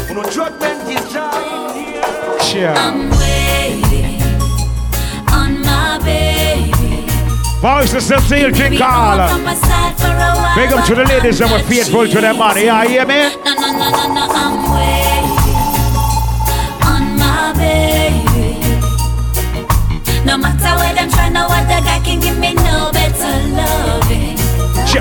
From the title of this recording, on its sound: LUX Day Party (Early Warm) 10.10.2020 (Live Audio)